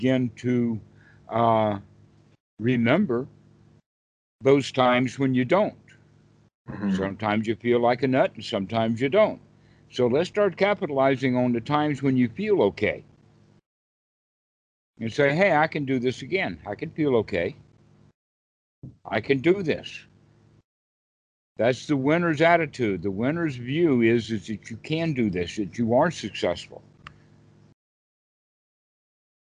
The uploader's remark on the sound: skype calls on this channel